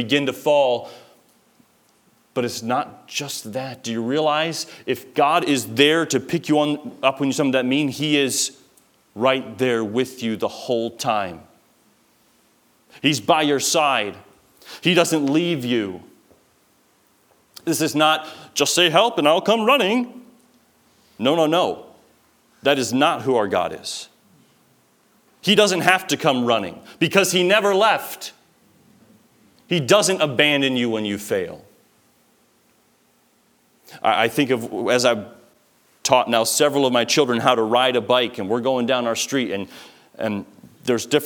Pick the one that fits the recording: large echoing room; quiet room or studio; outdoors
large echoing room